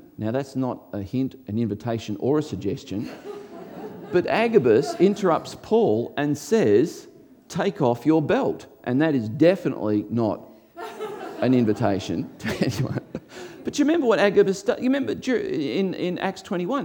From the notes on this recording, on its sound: before a live audience